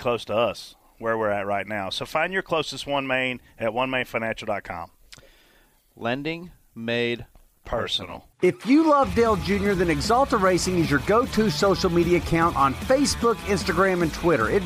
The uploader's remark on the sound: DBC is live from JRM Fan Day.